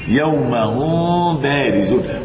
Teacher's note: أخفيت الميم وأغلقت عند الباء، واتضح أن المخفى ميما لأنني وضعت صفتها مكانها، وضعت الصفة مكان الميم، والميم صفتها الغنة · Term: اخفاء شفويا